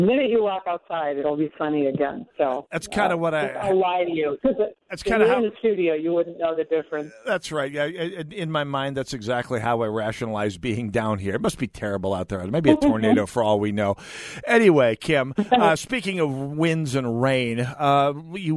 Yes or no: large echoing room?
no